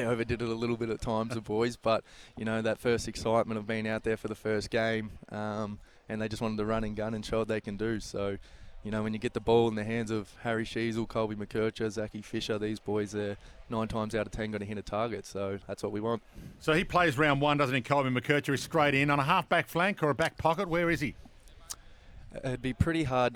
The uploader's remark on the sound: Live at AFL Captain's Day. On SEN.